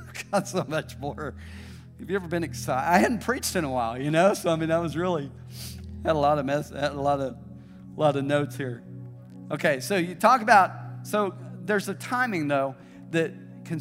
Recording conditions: large echoing room